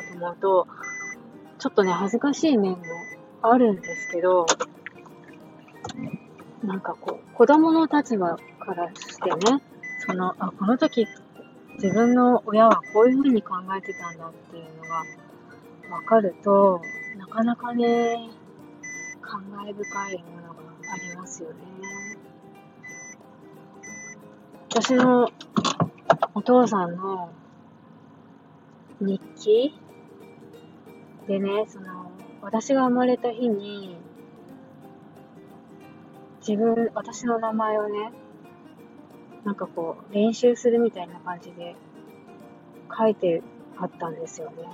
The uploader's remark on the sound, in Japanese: 相変わらずノイズ入ってます。Stand.fm。